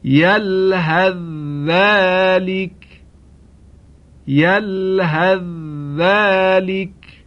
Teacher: ادغام حرف ثای ساکن در حرف ذال